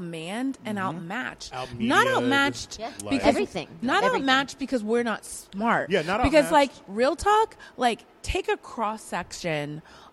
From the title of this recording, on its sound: Live From One Eight Distilling